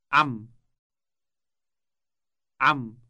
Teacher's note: It starts with a sound produced deep in the throat.